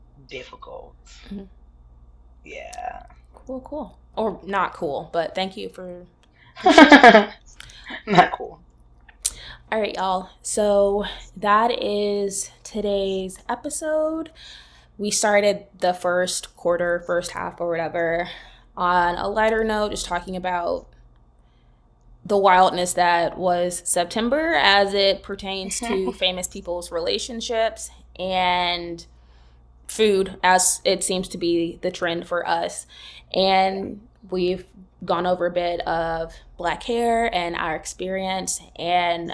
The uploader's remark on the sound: Amidst an absurd amount of technical difficulties